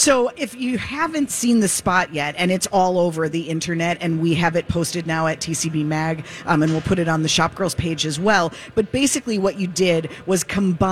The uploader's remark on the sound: broadcast live from the Minnesota Golf Show in the 2nd hour